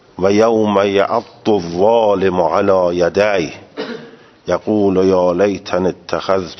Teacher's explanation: یک کیفیت معروف است به کیفیت عراقیه که لفظ زاد را با رخوت و با قرار دادن کناره زبان بین دندانهای آسیا تلفظ می کنند، و دیگری کیفیت معروف به کیفیت مصریه که با رفع نوک زبان به طرف بالای کام که شبیه تا یا دال مفخمه میشه ادا میکنند